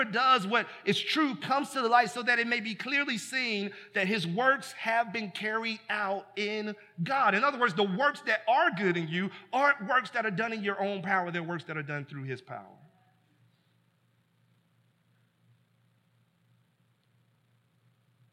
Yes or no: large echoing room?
yes